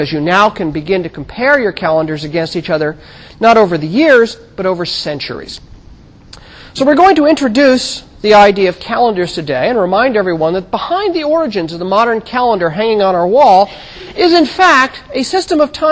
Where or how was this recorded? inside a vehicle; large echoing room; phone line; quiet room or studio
large echoing room